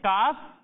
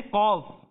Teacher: ضروری ہے ایک حرف ہے کاف اور دوسرا حرف ہے قوف جب ہم کاف کی ادائیگی کریں گے تو اسے باریک پڑھیں گے اور جب ہم قوف کی ادائیگی کریں گے تو اسے موٹا پڑھیں گے